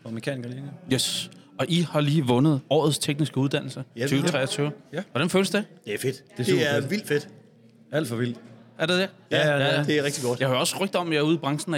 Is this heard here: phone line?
no